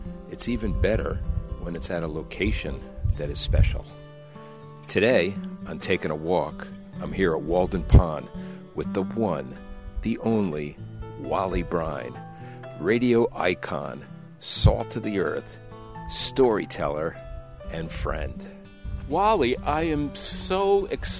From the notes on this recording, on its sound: take a walk around Walden Pond